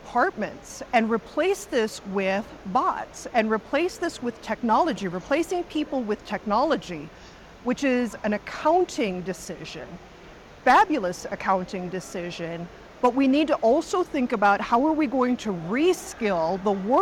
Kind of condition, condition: setting, busy venue